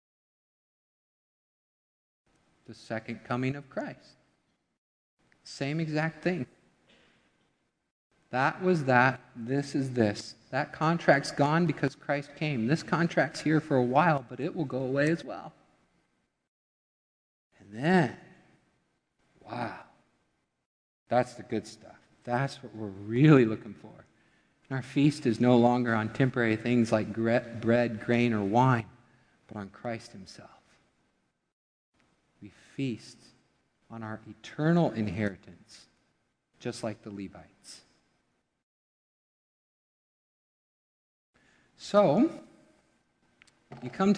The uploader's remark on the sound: Midland Evangelical Free Church Sermon Audio